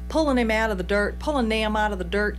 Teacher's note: especially in Southern accents, the feature where him, her, his, we lose the H almost all the time.